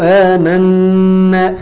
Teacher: خلي بالك اهي اللي بنتكلم عليها الغنة اهي، آمنا دي نون مشددة حكمها ايه حرف غنة مشدد يغنى مقدار حركتين